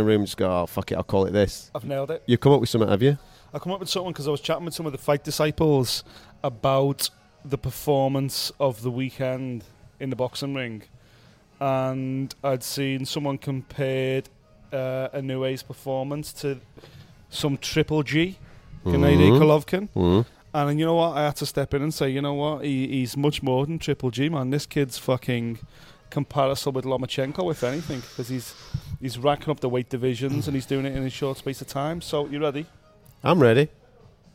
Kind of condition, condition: setting, busy venue